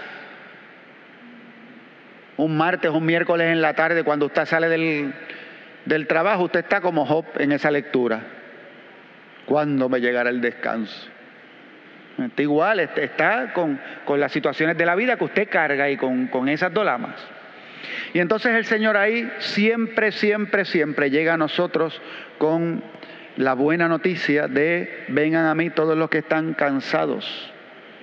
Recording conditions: large echoing room